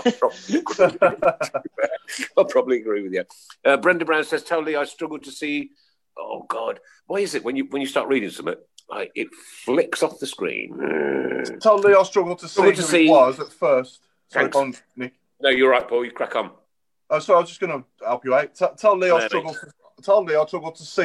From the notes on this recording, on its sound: recorded via Zoom